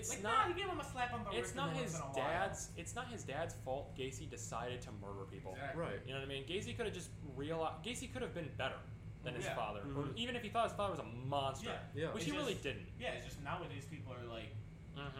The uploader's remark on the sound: The audio in this episode is a little quiet to help an issue with background noise